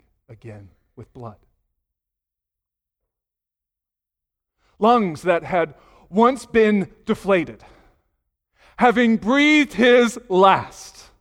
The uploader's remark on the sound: Sunday morning sermon audio